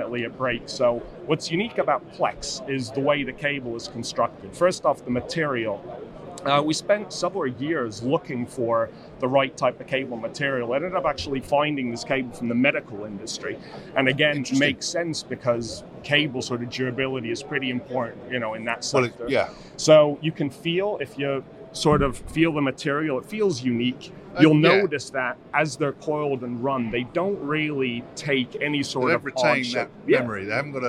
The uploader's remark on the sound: At IBC 2023. On the Shure stand.